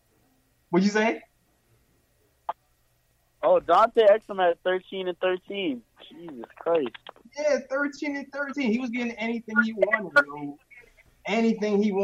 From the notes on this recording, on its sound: take live phone calls from fans around the world